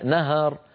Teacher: أولا الهاء مرققة ليست مفخمة وثانيا مفتوحة